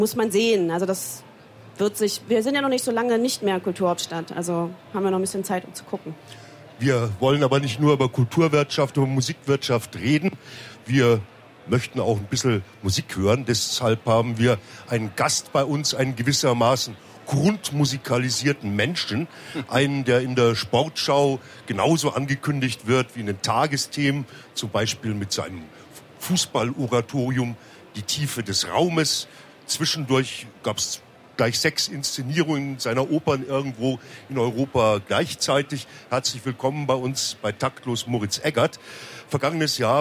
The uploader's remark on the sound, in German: Live-Mitschnitt von der Musikmesse Frankfurt.